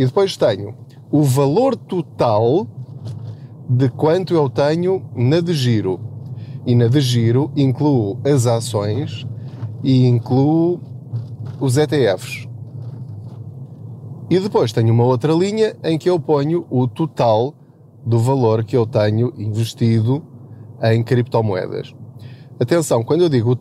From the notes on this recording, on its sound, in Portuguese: Não ligue aos barulhos da viagem.